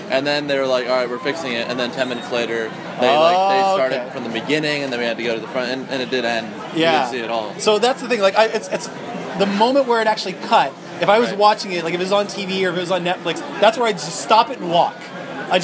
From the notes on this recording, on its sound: I’ve wanted to record some of what goes down at our pub nights here in Toronto. While I couldn’t possibly capture the boisterousness, animation, and pure volume that takes place at those tables, I think this captures the spirit of what goes on…moving about the room, talking to different people, and overall just catching up.